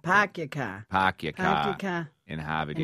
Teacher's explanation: They just want to keep using those R's, and we don't use the R. · Term: drop the R's